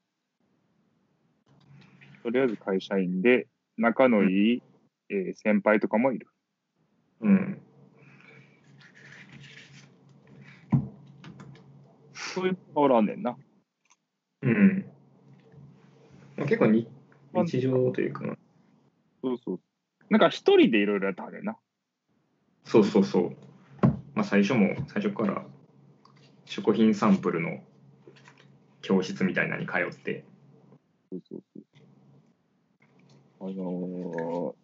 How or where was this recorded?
video call